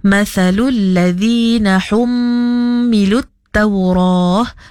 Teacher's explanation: kena hum, kena ditahan dua harkat, kena didengung · Term: mim sabdu